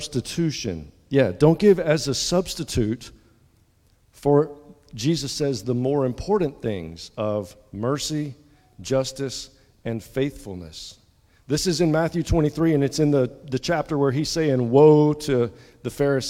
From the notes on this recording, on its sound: at the 8:30 contemporary service at Restore